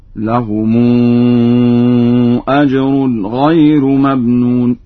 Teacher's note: فقد قرأ ورش بترقيق الراء هكذا: لهم أجر غير ممنون.